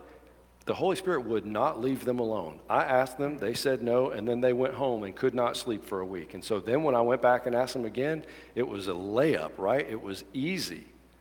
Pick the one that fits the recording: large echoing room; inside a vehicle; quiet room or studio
large echoing room